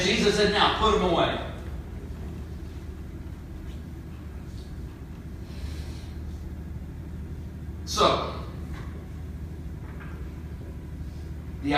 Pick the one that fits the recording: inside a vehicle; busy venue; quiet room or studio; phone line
busy venue